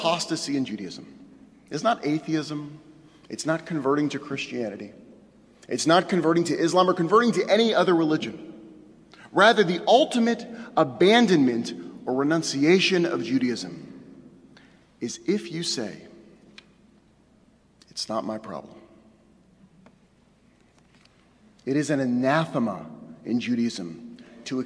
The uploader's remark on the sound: Delivered on Rosh Hashanah at Temple Emanu-El on 9-29-11